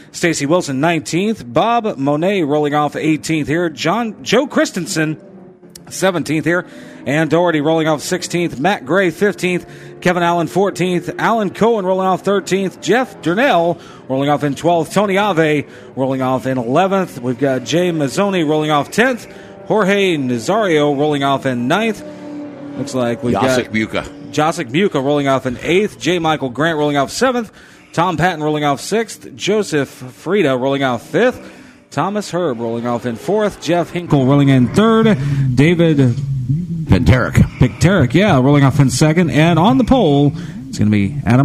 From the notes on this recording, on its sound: Broadcast the races for the Hoosier Tire SCCA SuperTour Series event held at VIRginia International Raceway in Alton, Virginia. VIR is a multi-purpose road course offering professional and amateur auto and motorcycle racing, as well as a wide range of track events.